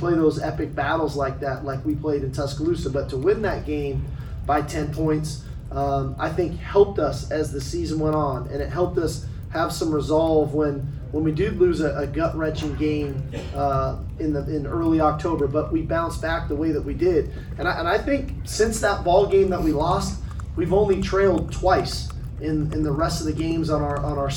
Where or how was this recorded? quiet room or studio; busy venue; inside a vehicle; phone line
busy venue